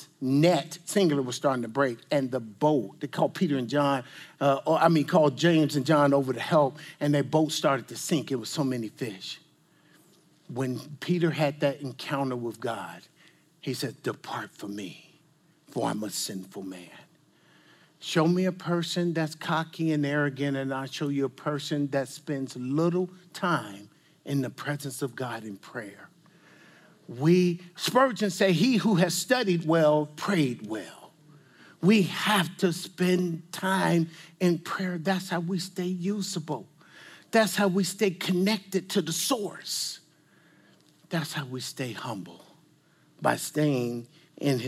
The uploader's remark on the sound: This message and panel discussion is from the 2022 CGN Pastors and Leaders Conference, held in the serene backdrop of Costa Mesa, California.